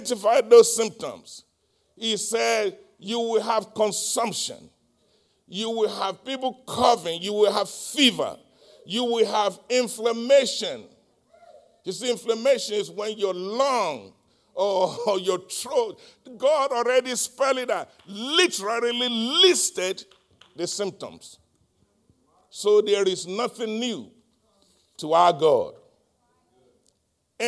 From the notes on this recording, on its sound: live-recording